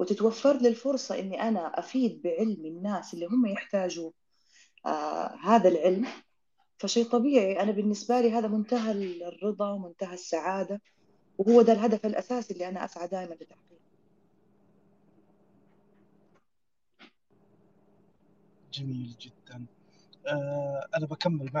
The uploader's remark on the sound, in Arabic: تسجيل لمساحة ابن رشد الأسبوعية على منصة تويتر